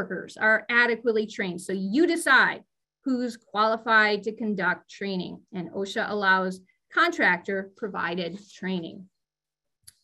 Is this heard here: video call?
yes